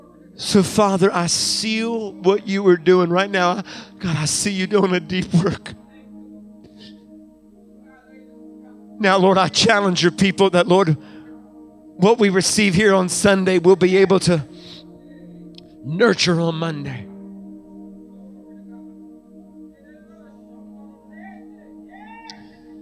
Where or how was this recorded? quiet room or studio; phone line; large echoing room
large echoing room